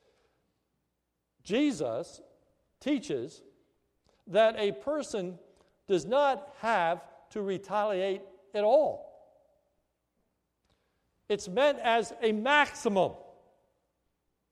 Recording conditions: large echoing room